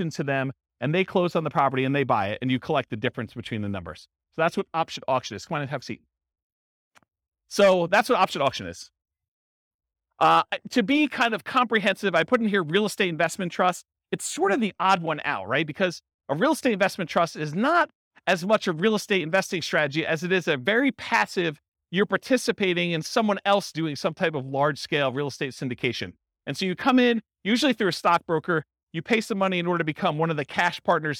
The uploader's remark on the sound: This was a live class recorded in Fort Collins